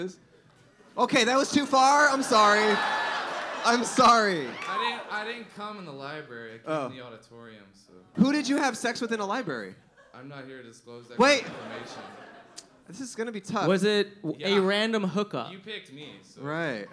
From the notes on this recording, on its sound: Recorded 3/10/23 at the Bell House in New York.